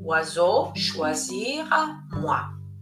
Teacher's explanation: Il gruppo OI ci dà il suono di UA